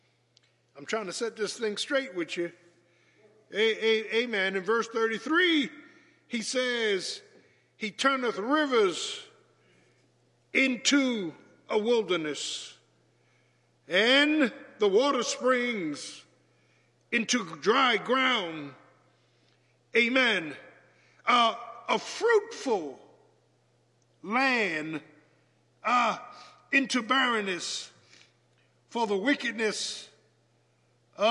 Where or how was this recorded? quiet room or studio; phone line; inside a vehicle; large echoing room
large echoing room